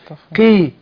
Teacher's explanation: القاف تاخد ادنى درجات تفخيم